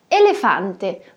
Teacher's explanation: o E no final da palavra nunca vai virar I, como às vezes fazemos no português, quando dizemos elefante.